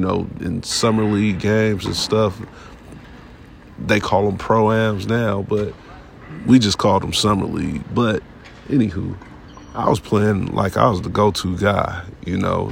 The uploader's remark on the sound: This episode was recorded inside the Sacramento Kings arena